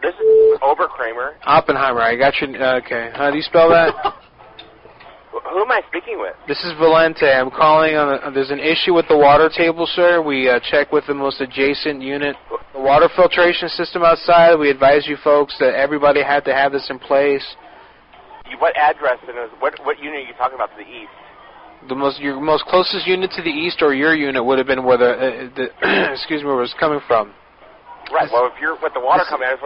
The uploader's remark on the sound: Prank Phone Calls Collection